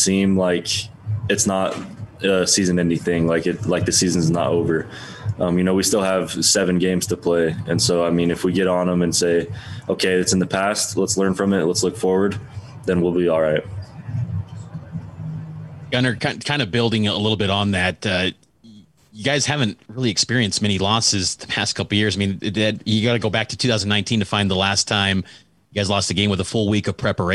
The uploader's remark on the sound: addressed the media Monday in his weekly press conference